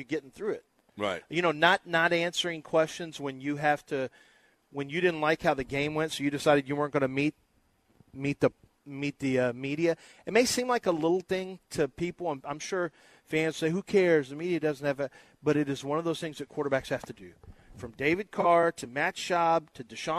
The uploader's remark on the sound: LIVE from East River 9!